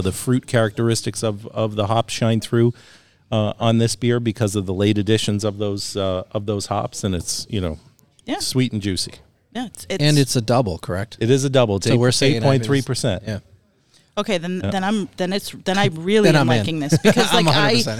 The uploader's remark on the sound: LIVE From Hopothecary Ales